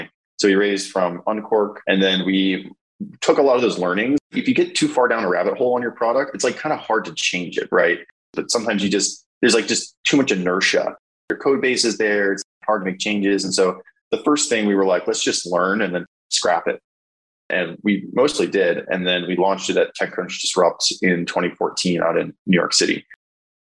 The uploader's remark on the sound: Sat down for a virtual coffee.